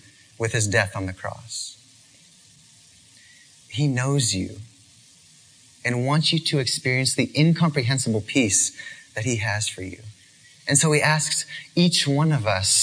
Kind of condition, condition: setting, live audience